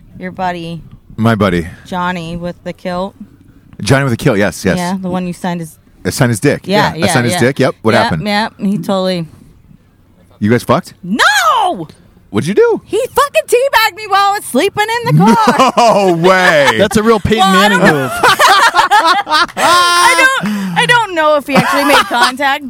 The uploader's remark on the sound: Live From Penn State! Rented and RV last week to tailgate live from Penn State sponsored by Stateside Vodka with the Western PA Drinkin' Bros Chapter.